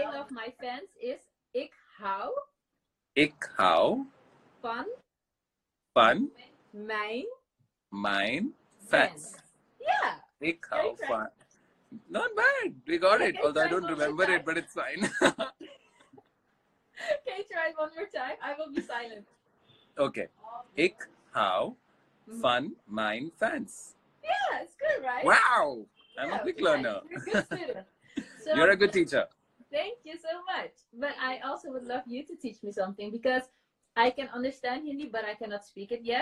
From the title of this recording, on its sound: Instagram Live